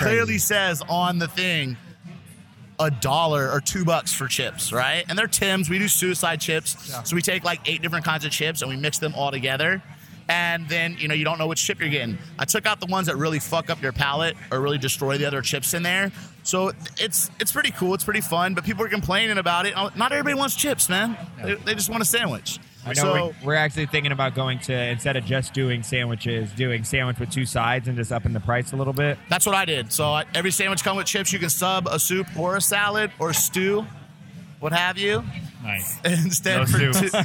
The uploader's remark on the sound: Record live at Tom Douglas's Bravehorse Tavern. Live from Bravehorse Tavern.